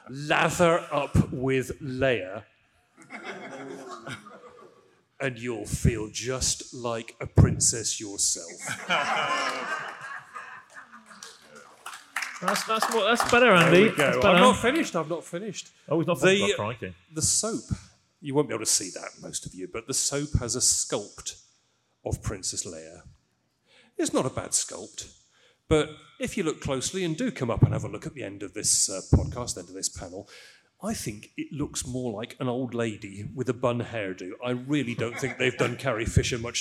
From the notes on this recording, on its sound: Star Wars Celebration 2023 Special. Recorded in front of a live studio audience at Star Wars Celebration on the Holonet Stage!